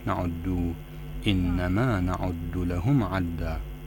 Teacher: هذه الضمة في نعد لا تشبعيها فتكون واو